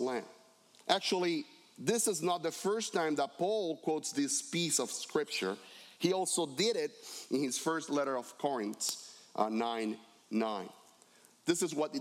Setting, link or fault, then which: setting, large echoing room